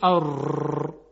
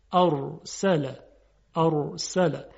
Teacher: باید فقط دقت بکنیم که این حالت تکرار خیلی زیاد نشه، یعنی چند تا ر تلفظ نشه · Shown in: second take